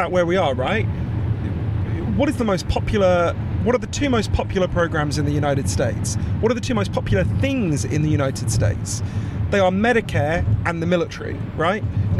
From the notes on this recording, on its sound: The second part is in my car, headed south on the 405.